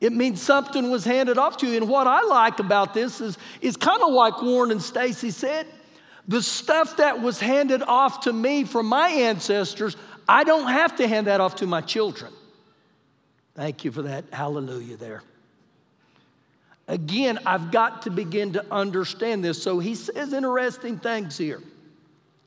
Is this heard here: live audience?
yes